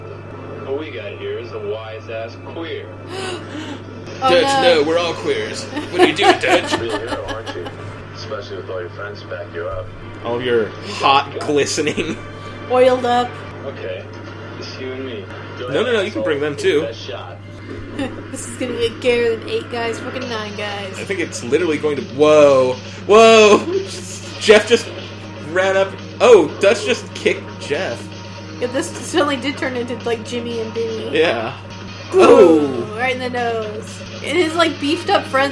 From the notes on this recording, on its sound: there are audio issues and obvious edits